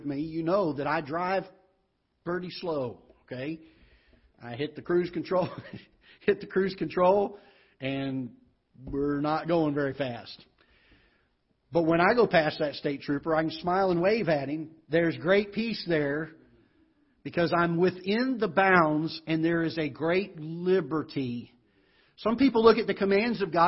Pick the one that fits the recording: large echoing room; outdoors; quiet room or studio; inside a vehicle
large echoing room